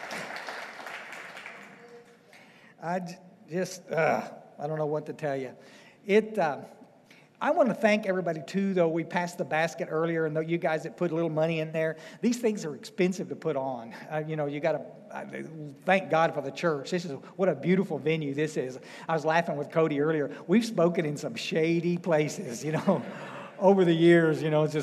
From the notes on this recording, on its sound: speaking at the DAA State Conference in FL.